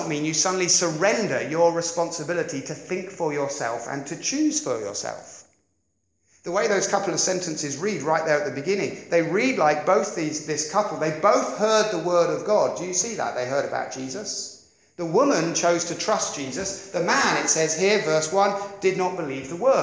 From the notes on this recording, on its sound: Preached 30th Oct 2016 at Beacon Church